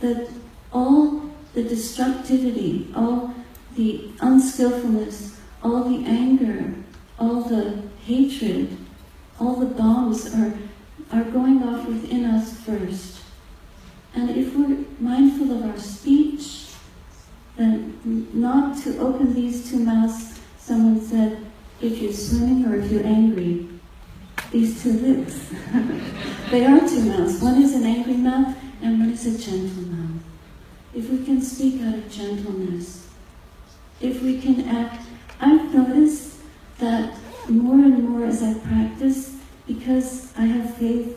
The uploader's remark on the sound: A talk given at the 10th Global Conference on Buddhism, Neuroscience, and Mental Health, Toronto 2017.